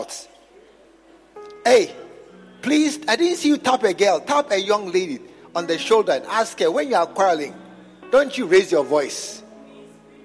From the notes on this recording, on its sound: Preached at the True Vine Cathedral, Bantama